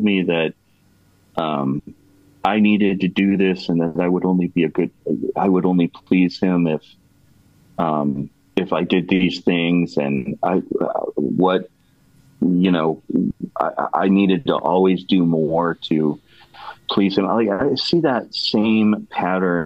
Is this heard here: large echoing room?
no